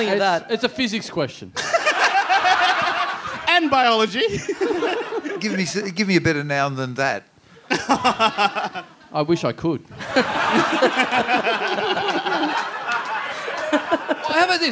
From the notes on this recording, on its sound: Recorded LIVE in Sydney on Sunday, November 22 at The Roxbury Hotel.